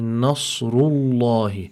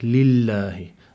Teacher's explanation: Separate, for example, if we were to have a kasr before it and we apply tarqiq to it, like lillahi. So there's the differentiation between the tafkheem and the tarqiq for harf al-lam fi lafz al-jalala Allah